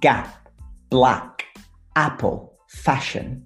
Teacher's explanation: This sound a for the English words like gap, black, apple, fashion, it's not like è in bello, for example. It's much wider